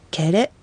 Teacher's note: 語の第一音節が子音、母音、どちらで終わるかで分かります。第一音節が母音で終わる場合、何々に何々を削らせるケレという単語は KERE と表記されるので、第一音節が母音で終わっています。第一音節が母音で終わっている場合は、第二音節 RE レの部分にアクセントが来るので、ケレという発音になります